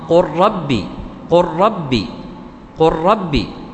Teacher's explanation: صار إضغام، قل ربي، قل ربي، قل ربي، ما تسمع لام لأن عندي إضغام